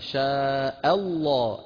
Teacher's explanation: من همزة مرققة إلى لام مفخمة